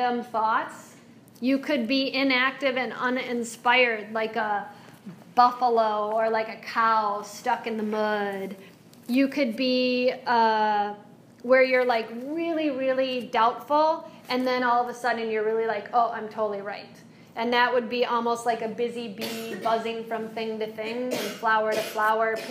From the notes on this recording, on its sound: This is a live excerpt. Lecture for a group of wellness professionals.